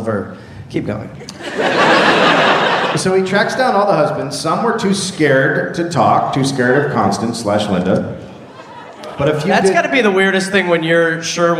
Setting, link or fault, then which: setting, live audience